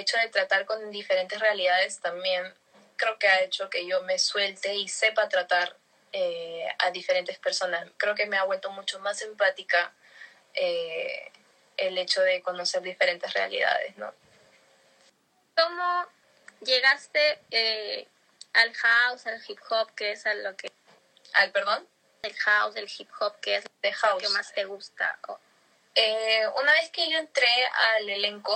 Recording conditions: video call